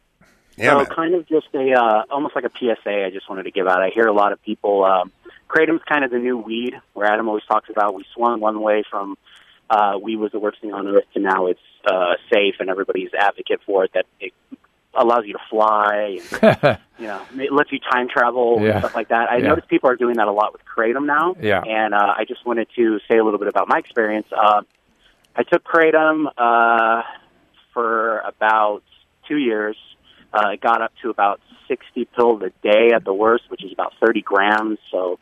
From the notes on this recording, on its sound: Once they get to the phones, they speak to a caller